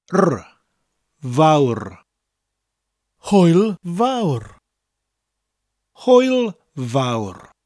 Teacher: Now, hoyl vaur, the vaur bit is pronounced like the English word vow, but with that little bit of a rolling R at the end of it. That motorbike sound that children make when they're pretending to be on a motorbike.